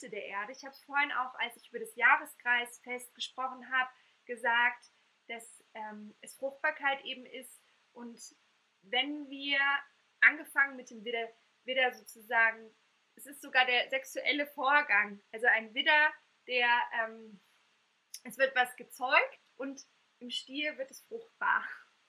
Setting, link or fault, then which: link, video call